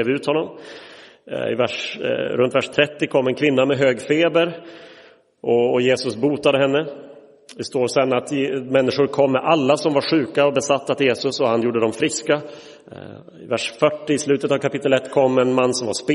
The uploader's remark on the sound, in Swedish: Inspelad i Roseniuskyrkan den 15 oktober 2023.